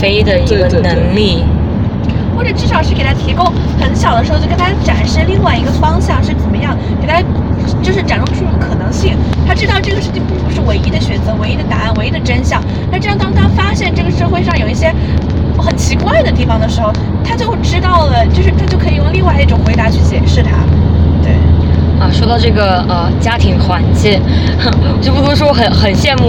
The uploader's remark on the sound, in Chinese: 因为在车上录制，所以这一期杂音有点多